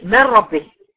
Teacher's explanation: الادغام الكامل يعني النون الساكنه هتخش كليه، النون الساكنه هتخش كليه في اللي بعدها، زي من ربه اختفت خالص، ده الادغام الكامل. بنقول عليه ذهاب ذات الحرف وصفته، مش باين منه اي حاجة